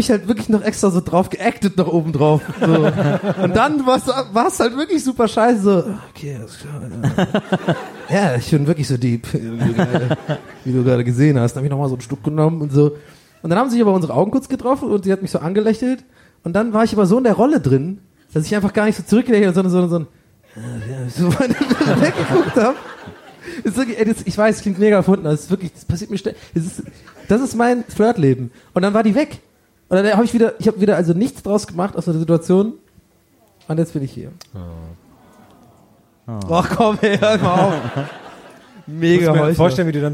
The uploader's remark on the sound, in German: Erlebnisbahnhof LIVE